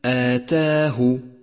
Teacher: خامسا، لاحظ ترقيق الألف في كلمة آتاه. آتاه رققت لأنها سبقت بحرف مرقق هو التاء